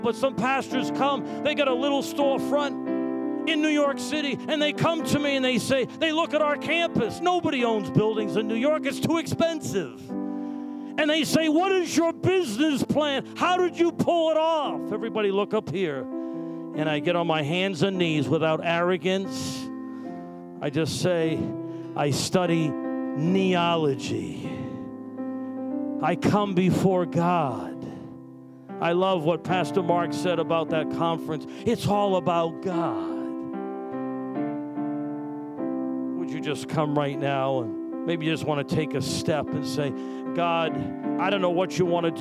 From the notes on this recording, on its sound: Sunday Service Recording